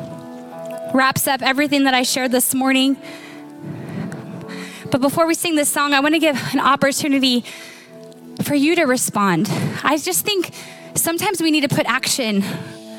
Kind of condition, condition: setting, large echoing room